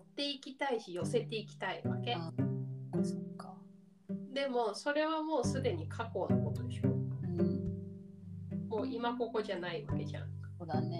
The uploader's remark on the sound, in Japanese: 初回のためボリューム調整もままならず、お聞き苦しい点もありますが